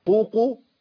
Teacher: القاف تخرج من اقصى اللسان مع ما يوليه مسافة الحنك